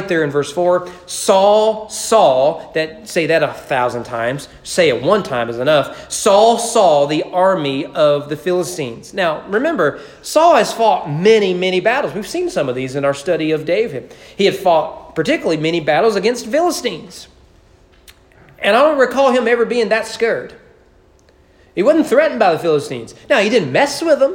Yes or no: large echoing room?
yes